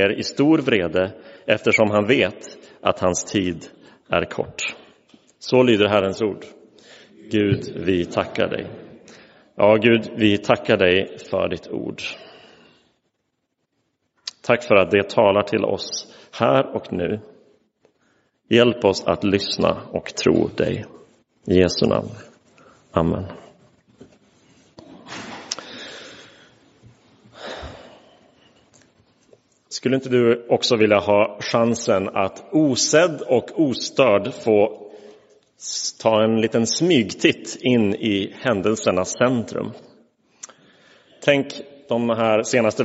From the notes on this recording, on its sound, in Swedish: Inspelad i Roseniuskyrkan den 2 oktober 2022.